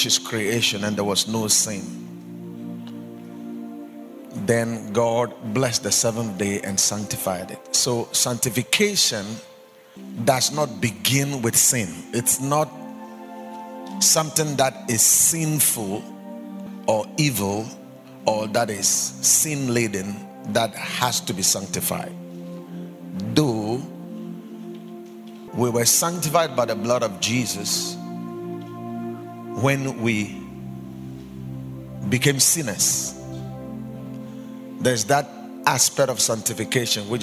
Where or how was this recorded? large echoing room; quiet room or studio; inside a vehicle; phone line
large echoing room